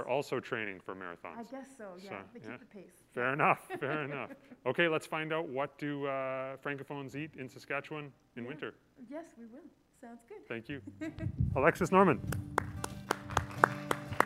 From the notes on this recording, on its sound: The Last Sunday happens live every last Sunday of every month from October to May at the Broadway Theatre in Saskatoon, SK on Treaty 6 Land and the Homeland of the Metis. This year we are also streaming the event live for people to watch from the comfort of their own homes. This podcast is a recording of those evenings.